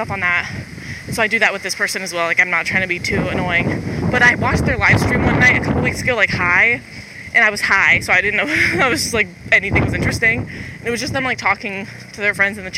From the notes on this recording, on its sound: the audio is shit, I’m literally walking through a wind storm.